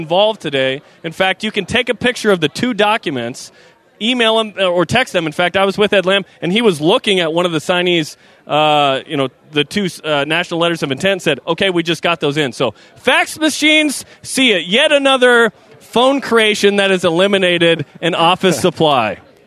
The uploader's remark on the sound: live from the SAB